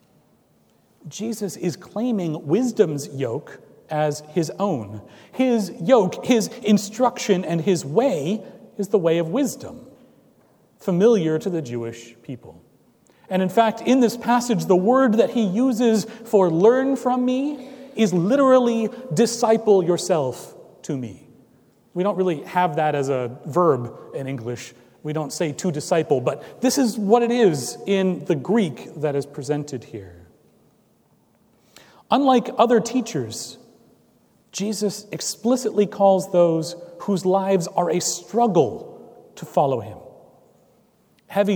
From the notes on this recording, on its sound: Recorded on July 9, 2017 at Trinity Presbyterian Church in Bixby, Oklahoma